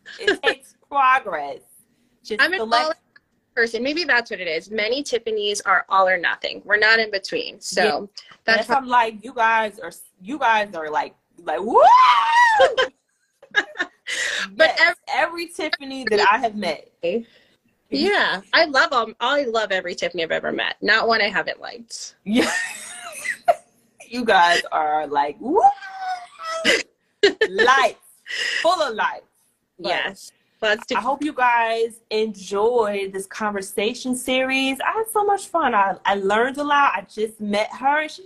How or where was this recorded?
video call